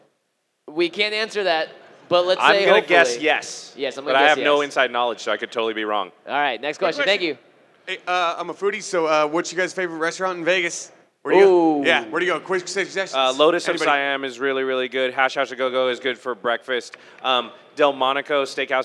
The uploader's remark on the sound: LIVE at GP Vegas